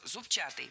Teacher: Раньше нужно было ударять второй слог «зубчатый». Однако в новый словарь, рекомендованный Министерством просвещения, внесены уже два варианта – «зубчатый» и «зубчатый».